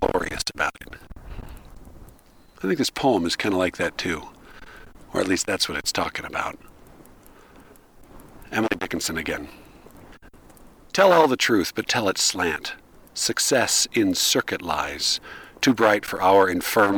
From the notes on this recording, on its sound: This was recorded on a super windy day in Moab. I didn't realize just how much it had affected the recording until I tried to listen to it at home. I tried to make it listenable in Audacity and GarageBand, and even still it sounds pretty lousy.